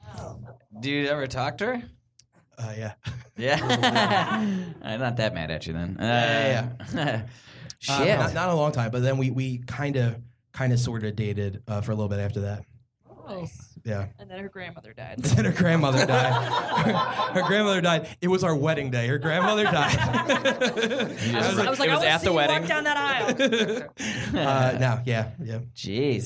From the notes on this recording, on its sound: Recorded Live at The Good Good Comedy Theatre in Philly. Recorded live at The Good Good Comedy Theatre in Philadelphia, PA.